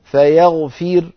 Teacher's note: فتكون الراء ساكنة مسبوقة بكسرة فنرقق